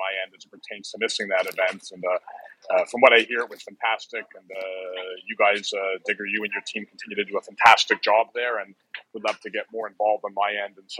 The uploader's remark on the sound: Let’s gather the gang around LinkedIn Audio for an hour of dialogue, discussion and debate. Called in from a bus. With his Leaside Wildcats u18 BB hockey team en route to the University of Notre Dame for a final-weekend-in-February tournament.